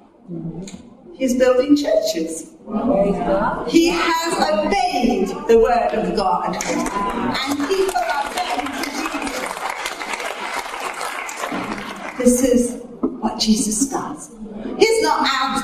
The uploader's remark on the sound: Recorded at a teaching meeting.